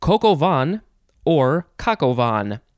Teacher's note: And the emphasis, I think, is always on the last syllable. And you don't really say the N sound.